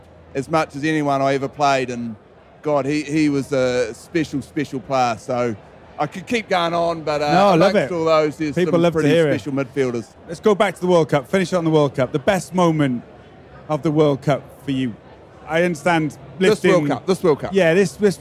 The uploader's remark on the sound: We record live from the World Rugby Awards in Paris after the World Cup final.